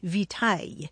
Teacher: along the way it lost that hard C sound, so it sounded more like vitaille.